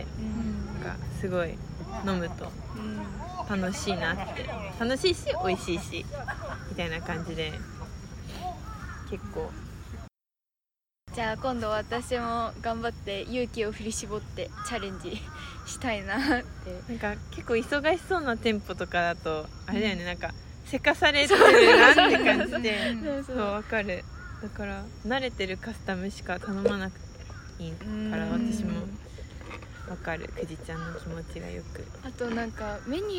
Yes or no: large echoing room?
no